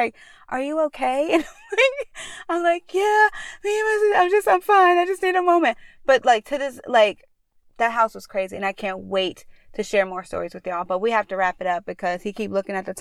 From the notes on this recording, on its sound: Join us as we once again sit in our car at the park and tell you some of the most bone chilling experience we've ever had.